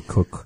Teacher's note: it has the quality of a sound that we relate to in English, that typically a rounded vowel is following it